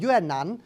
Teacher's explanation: vì họ mất chữ m chót, họ biến là chữ n luôn